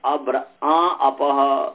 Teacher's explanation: आ जो है ये नाक और मुख दोनों से बोला जा रहा है · Term: अनुनासिक